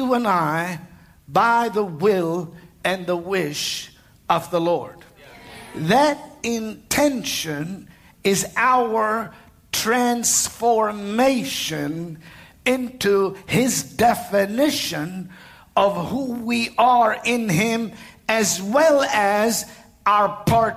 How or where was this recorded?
large echoing room